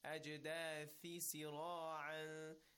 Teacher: tha is recited with a tongue in between your teeth